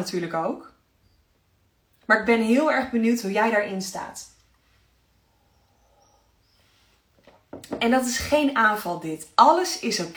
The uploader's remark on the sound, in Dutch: Insta live opname. Luister deze Insta live terug.